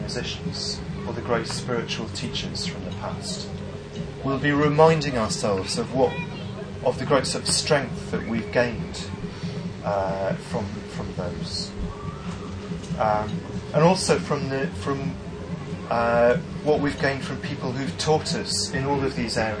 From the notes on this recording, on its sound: Please note: there are a few minutes missing at the start, and the original recording was very poor. Talk given at Buddhafield Festival, 2006.